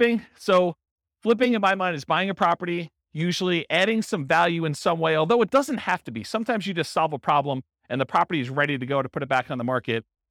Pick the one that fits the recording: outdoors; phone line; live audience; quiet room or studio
live audience